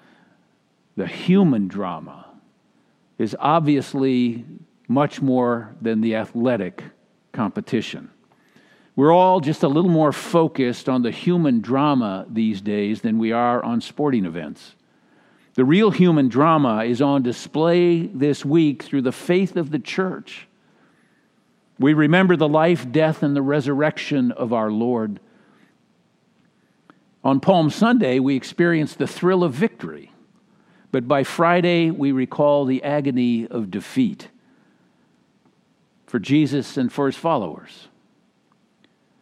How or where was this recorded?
large echoing room